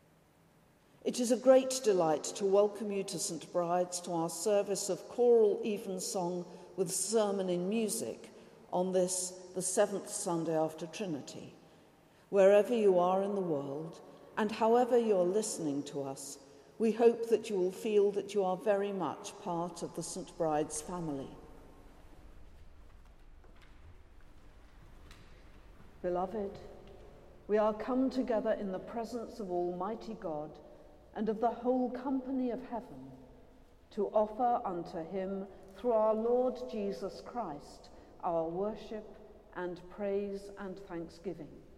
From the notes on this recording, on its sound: Has been collated from archive live music recordings together with prayers, sermon and readings for the appointed day specially recorded in church and in people's homes. This service is sung by our professional St Bride's Choir.